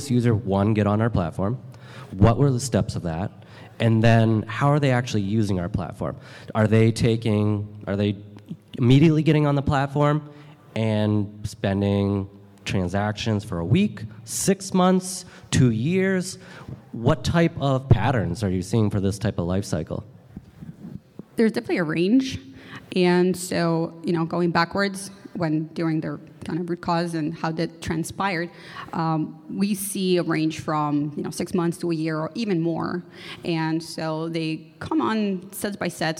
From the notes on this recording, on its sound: This recording is from Fintech Nexus USA held at the Javits Center in New York City. From the Fraud Fight Club Track, sponsored by Mastercard.